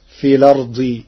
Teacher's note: بنقل حركة الهمز إلى الساكن قبلها فتصير في الأرض تخفيفا